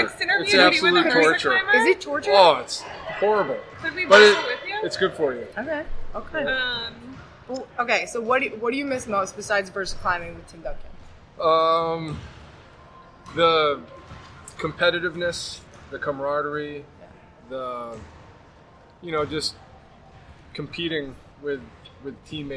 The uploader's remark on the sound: We recorded in a loud gym so be patient with the audio